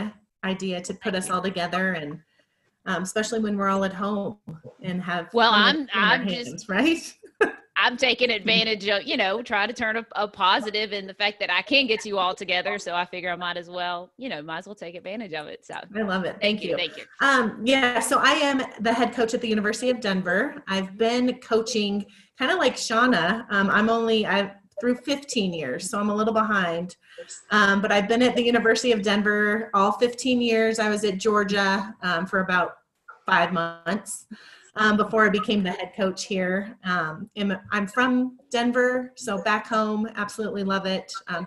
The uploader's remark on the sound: Huddle Up and Listen Up series of virtual coach panels. You can hear the audio version of that conversation here on the Tap In To College Golf podcast.